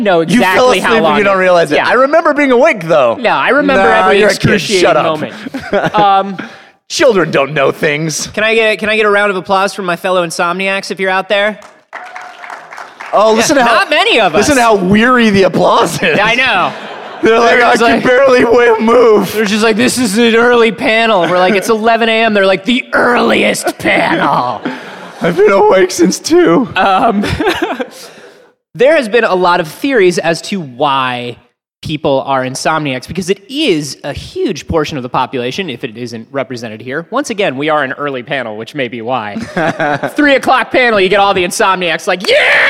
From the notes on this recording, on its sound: Recorded live in Boston at PAX East 2018.